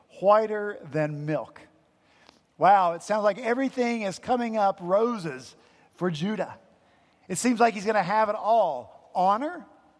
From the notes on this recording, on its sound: At Redeemer Presbyterian Church in Charleston, SC